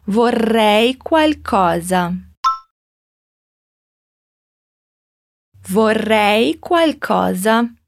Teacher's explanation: R vibrante, a língua vibrando lá no céu da boca